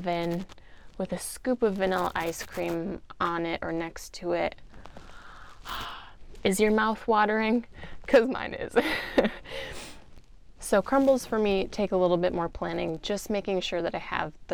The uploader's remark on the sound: I apologize for static that you may hear! Newbie mistake when it came to my choice of clothing, on the day I recorded.